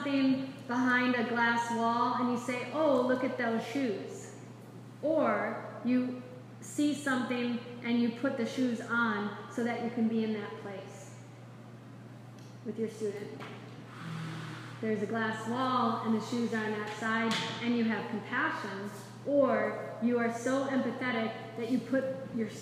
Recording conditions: live audience